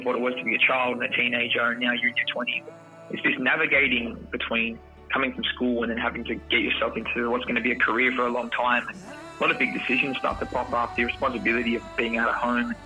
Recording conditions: phone line